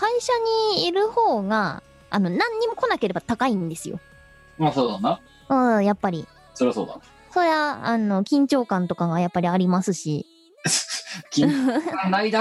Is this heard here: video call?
yes